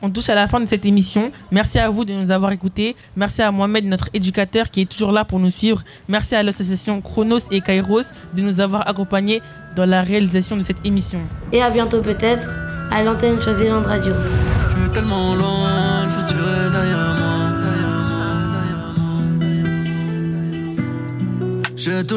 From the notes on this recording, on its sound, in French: enregistrer notre émission en plein air et en public place de Vénétie